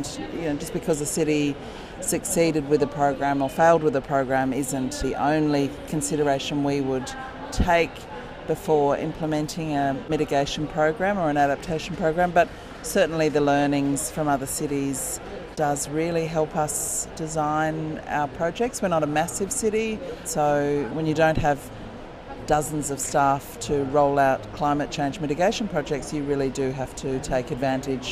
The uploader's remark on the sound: Live from COP 27. We hear from a range of experts that we caught up with at the COP floor.